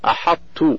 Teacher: ومسألة واحدة متفق على إدغامها إدغاما ناقصا وهي الطاء التي بعدها تاء